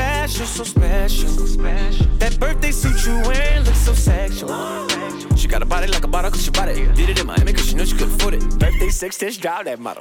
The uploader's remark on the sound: Brunch at Air Restaurant & Lounge DC. Spins LIVE at The Air Restaurant & Lounge | 2473 18th St NW Fl 2, Washington, DC 20009.